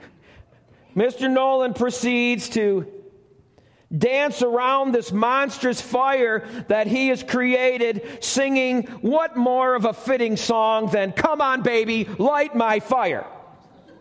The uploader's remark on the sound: Welcome to the Lighthouse - Alabama Full Gospel Fellowship. This message was recorded live at the Lighthouse.